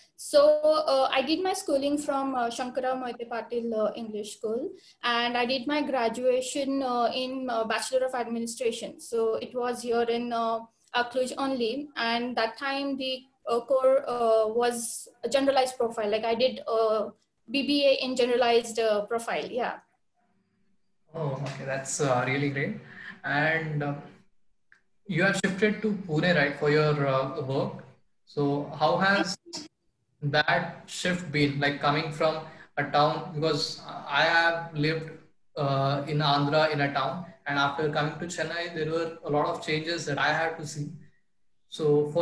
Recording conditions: video call